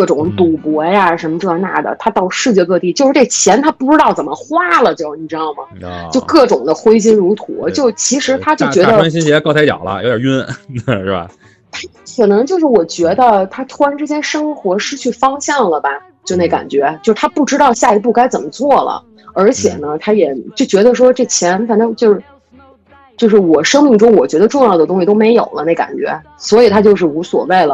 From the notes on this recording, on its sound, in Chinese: 特殊时期，线上录音，效果不好